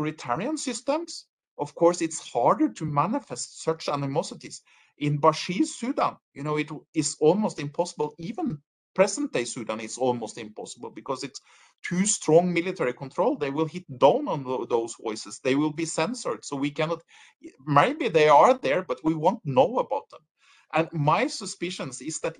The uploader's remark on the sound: This virtual lecture